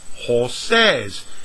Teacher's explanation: Now here we do add a syllable with the vowel e and the consonant z.